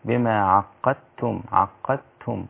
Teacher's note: الدال هنا أدغمت في التاء